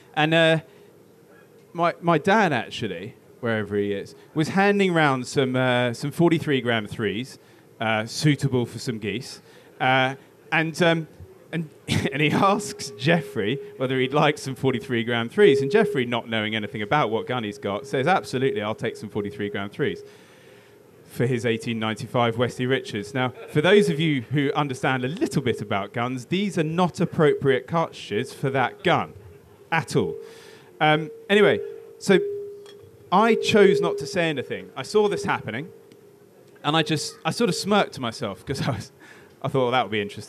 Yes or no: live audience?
yes